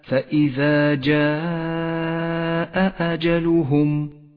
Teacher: اجتمع حرف المد والهمزة في كلمة واحدة، ولذلك سمي مدا متصلا يمد خمس حركات وجوبا